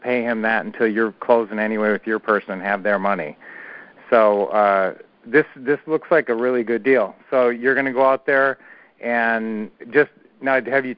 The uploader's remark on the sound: Q&A Call